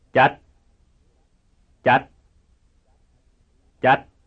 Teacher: It is a dental stop. That is, the air is stopped by pressing the tongue against the top front teeth and stopping the air. There is no audible release of air.